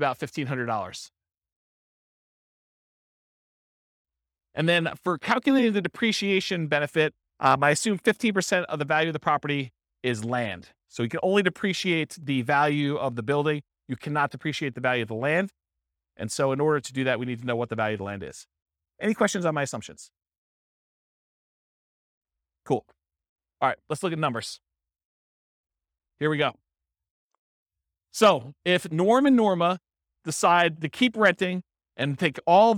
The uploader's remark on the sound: This was a live class recorded